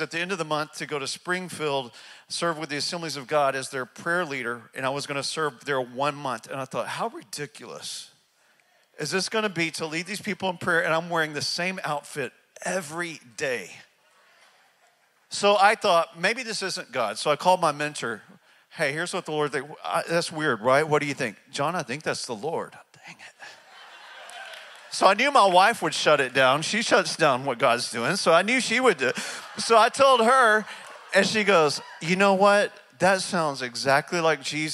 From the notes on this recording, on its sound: speaks from North Palm Church in Charleston, South Carolina